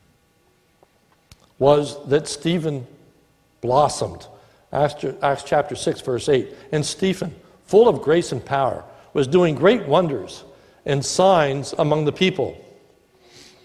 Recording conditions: large echoing room